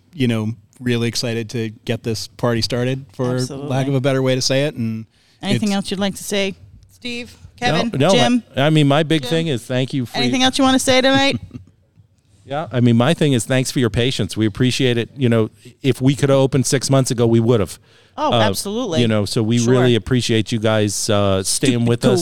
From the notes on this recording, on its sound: LIVE From Hopothecary Ales